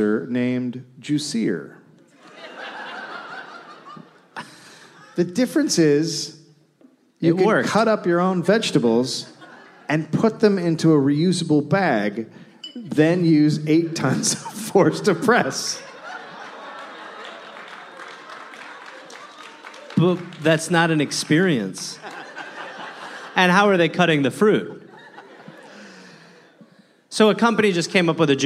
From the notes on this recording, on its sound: Recorded live at the San Jose Improv.